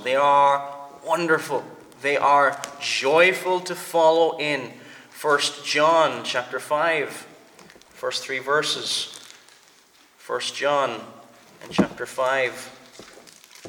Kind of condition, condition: setting, large echoing room